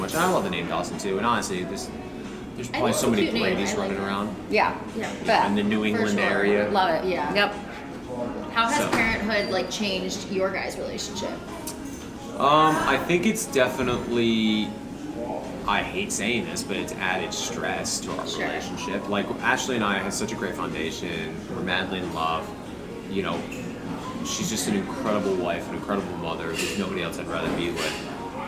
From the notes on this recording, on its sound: live from Audrey's Coffee Shop